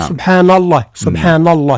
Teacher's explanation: الملاحظة الأولى حذاري من التفخيم، لا نقول سبحان سبحان كلها مرق، ثم القلقلة في الباء سبحان وليست سبحان سبحان سبحان الله، ثم النون في سبحان نحذر من تفخيمها تبعا لللام من اسم الجلالة